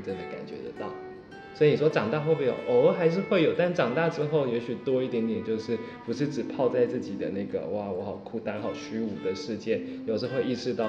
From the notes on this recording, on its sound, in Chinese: 沒有文本的劇場形式，只有觀眾的真實人生。透過主持人提問邀請，現場觀眾說出自己的感受，。由劇團立即即興重現，。